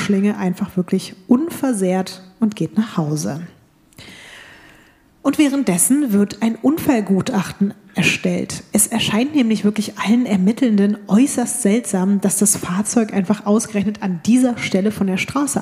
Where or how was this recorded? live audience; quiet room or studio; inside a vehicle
live audience